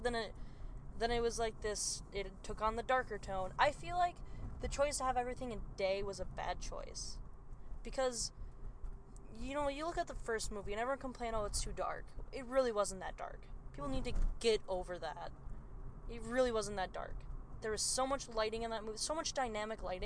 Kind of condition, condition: setting, inside a vehicle